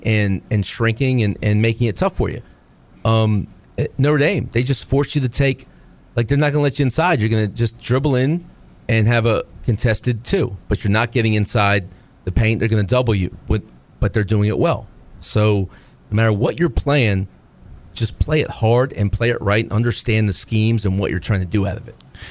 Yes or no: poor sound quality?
no